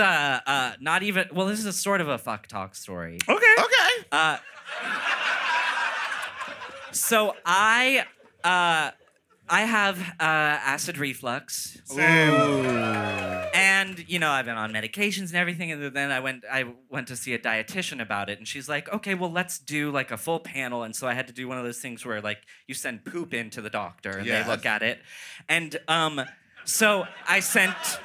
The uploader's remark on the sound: Sloppy Seconds Live show recorded at The Sultan Room in Brooklyn